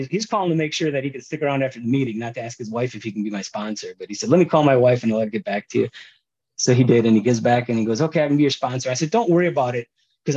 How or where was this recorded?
video call